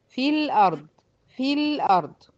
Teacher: هدخل من الفاء المكسورة على لام الساكنة بتاعت الارض على طول مباشرة